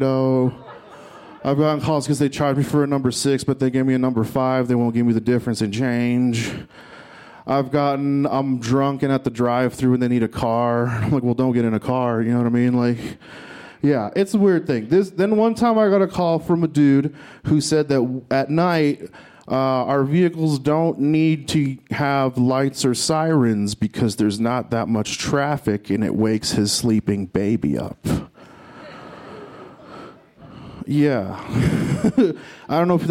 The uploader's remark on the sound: This story was recorded live at Buntport Theater